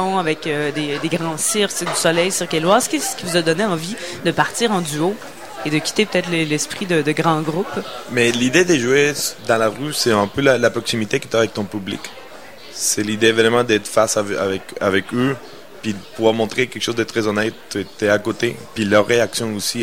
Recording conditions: busy venue